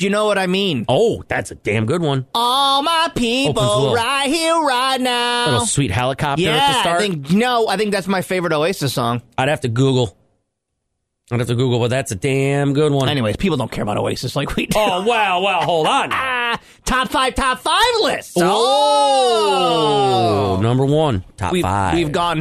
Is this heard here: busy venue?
no